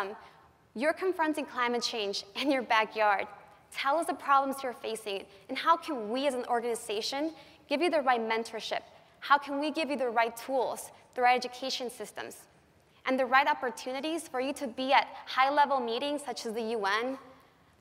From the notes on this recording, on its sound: The best of live interviews from GreenBiz events.